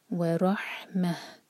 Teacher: روح کے بعد جو ہا ہے وہ حلق سے اور میم کے بعد جو ہا بنے گا یہ سینے سے